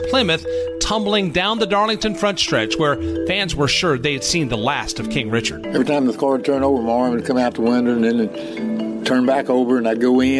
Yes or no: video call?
no